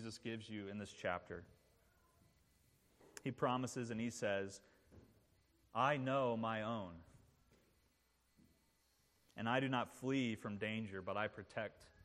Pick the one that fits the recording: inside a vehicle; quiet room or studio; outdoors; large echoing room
large echoing room